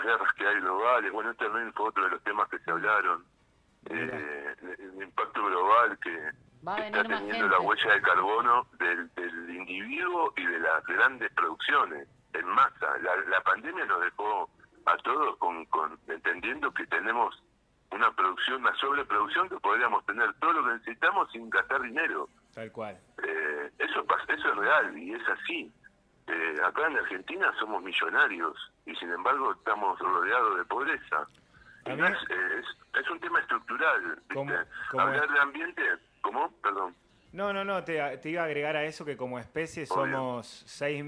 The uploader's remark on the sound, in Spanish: Charla telefonica